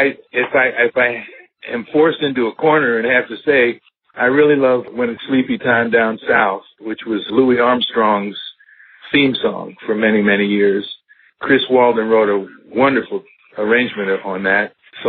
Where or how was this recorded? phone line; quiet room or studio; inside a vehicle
phone line